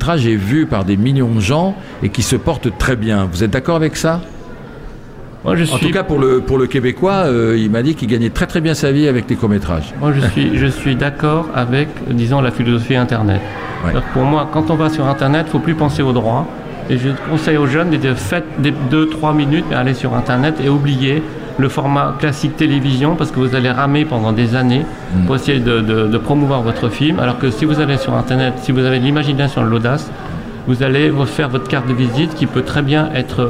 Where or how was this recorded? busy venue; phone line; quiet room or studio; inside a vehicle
busy venue